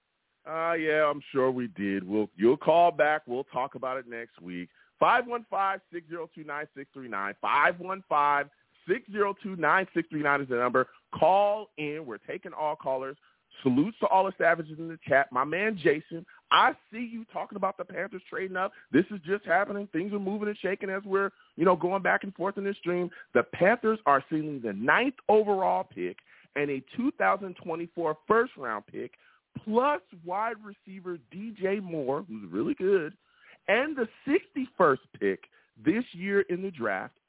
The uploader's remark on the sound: I take live callers!